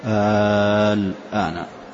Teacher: آل اللام سكون وليس بشدة، فيكون مد لازم كلمي مخفف